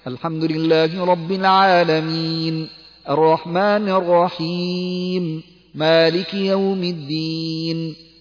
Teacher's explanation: تقرأ المد العارض للسكون حركتين يبقى كله حركتين، الحمد لله رب العالمين الرحمن الرحيم مالك يوم الدين إياك نعبد وإياك نستعين، وهكذا كله بزمن محدد ومقدار محدد لكل المدود العارضة للسكون التي تقرأ بها.